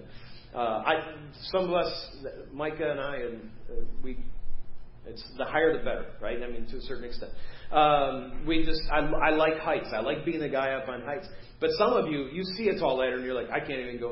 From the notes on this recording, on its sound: Preached at First Baptist Church of Hazel Park